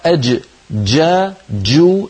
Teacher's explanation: الجيم الفصيحة أج جا جو جيم صوتها محبوس